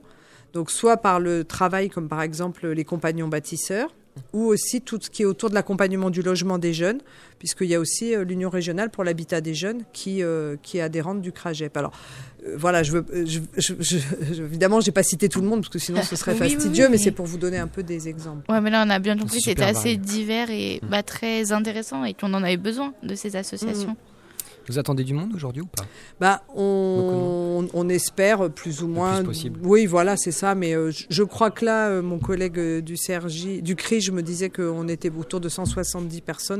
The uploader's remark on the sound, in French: Radio2B était à l'animation de Radio 100% Lycéens à l'occasion de la journée de l'engagement des jeunes en région Centre-Val de Loire. Ont interviewé tous les responsables administratifs et associatifs présents à Joué-les-Tours. Emission réalisée en direct samedi 30 mars 2019 depuis le Campus des métiers de Joué-les-Tours.